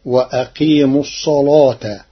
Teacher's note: قرأ ورش كلمة الصلاة بتغليظ اللام لوجود الصاد المفخمة قبلها